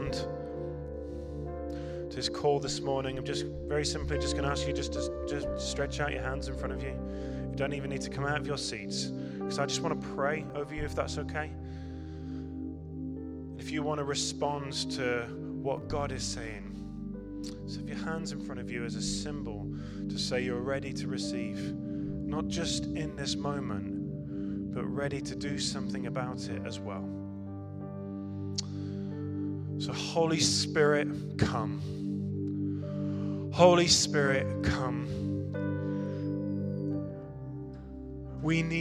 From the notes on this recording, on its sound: Recorded at Middlesbrough Community Church.